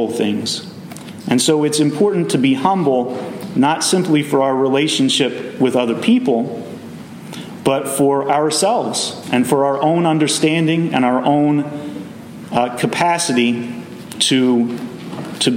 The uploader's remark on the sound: Messages delivered Sunday, July 2w, 2023 at Mt Carmel Primitive Baptist Church